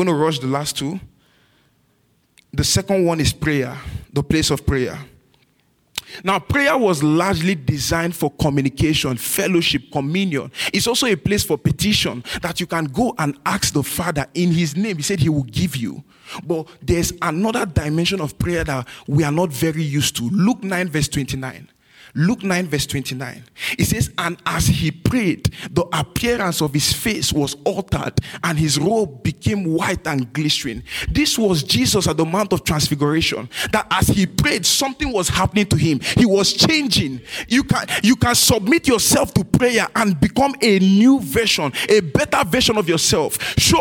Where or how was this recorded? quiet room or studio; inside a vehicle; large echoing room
large echoing room